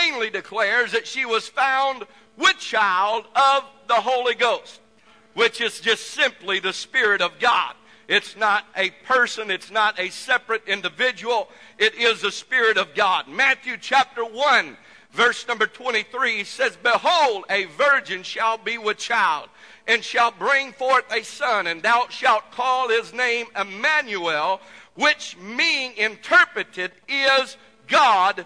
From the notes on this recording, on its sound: This message was broadcast live from the First Pentecostal Church of Silsbee Texas